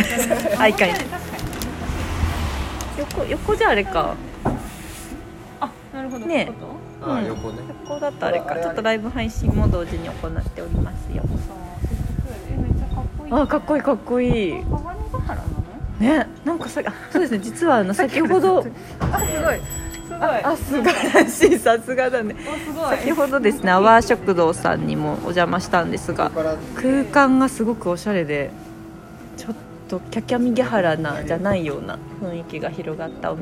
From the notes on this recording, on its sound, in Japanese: ひさしぶりのお出かけ収録！From Radiotalk。